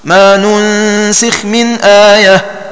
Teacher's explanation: بضم النون الأولى وكسر السين